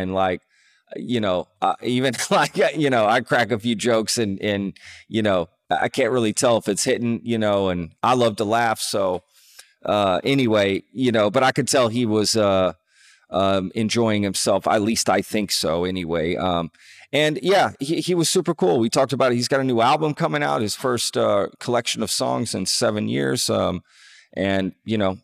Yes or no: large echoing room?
no